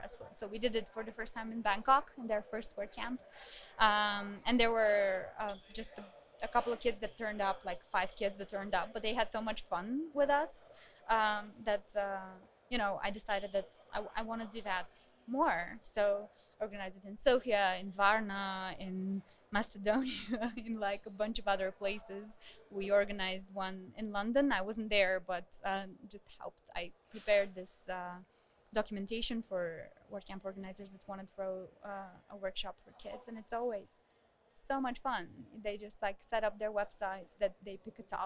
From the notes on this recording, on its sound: We recorded this at WordCamp Europe 2019 in Berlin, and the location that we chose was the main thoroughfare corridor! This means that we were really well placed to be found, but also that it means that there was a fair amount of noise in the background. But… it’s the noise of 3,000 WordPressers having a great time.